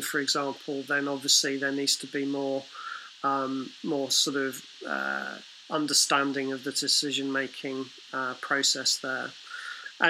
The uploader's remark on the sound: The Webinar was organised by Combined Intelligence and Templeton Partners .